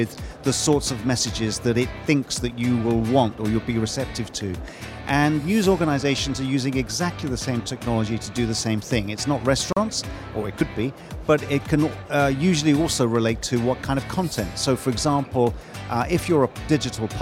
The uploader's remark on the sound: Live from Global Media Congress